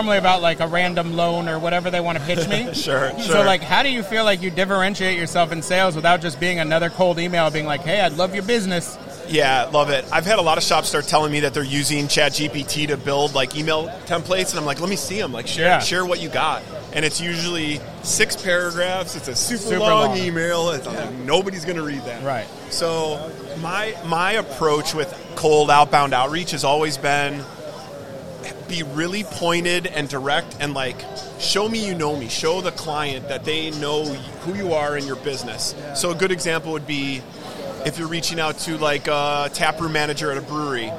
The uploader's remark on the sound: Live from ISS Long Beach 2024. A live and dynamic session straight from the heart of Impression Expo Long Beach 2024.